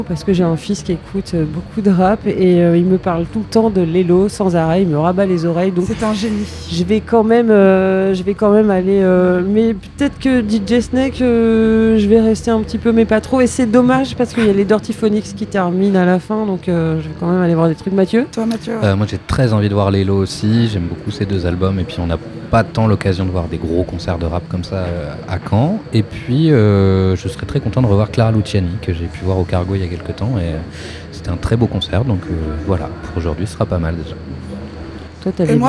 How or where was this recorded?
busy venue